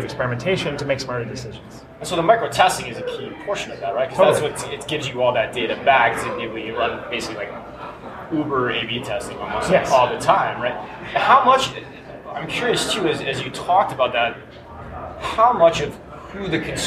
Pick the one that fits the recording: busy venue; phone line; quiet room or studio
busy venue